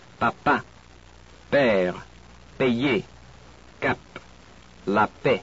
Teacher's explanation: P is about the same as in English. Here again, with a little less breath.